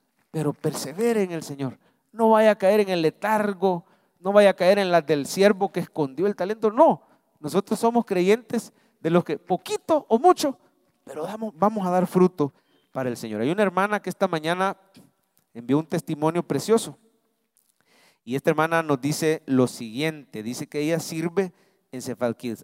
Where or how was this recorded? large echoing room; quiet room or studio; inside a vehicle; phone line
large echoing room